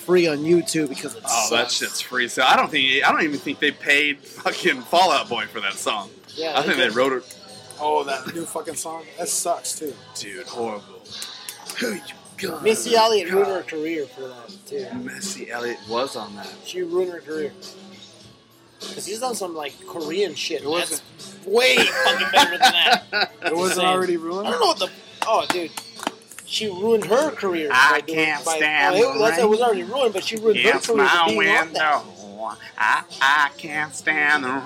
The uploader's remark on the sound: we come at you live from the Woodshed II with a few surprise drop ins from random drunks